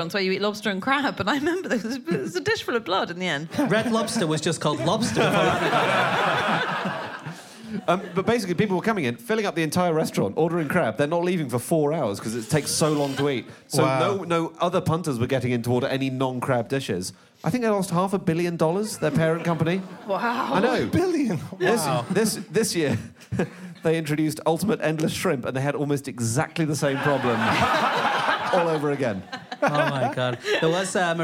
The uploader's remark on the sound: In a Christmas special, live from the Soho Theatre